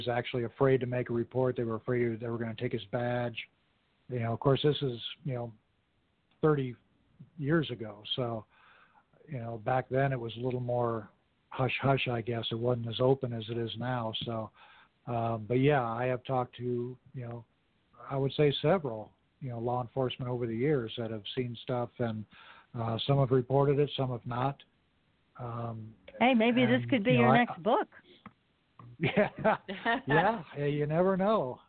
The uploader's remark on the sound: Take a few calls from audience members.